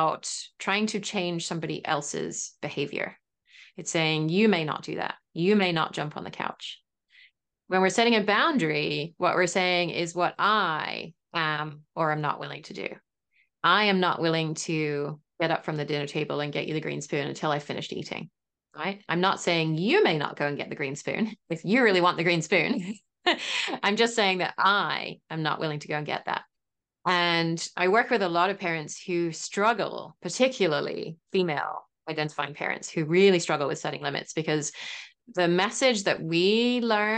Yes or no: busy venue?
no